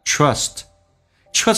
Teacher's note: Trust 美式发音尖角的 R，稍微的嘴型没有像英式发音那么夸张